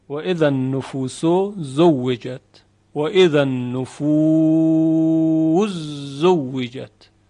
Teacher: ادغام سین در حرف زای ز، سین در زای در یک موضع فقط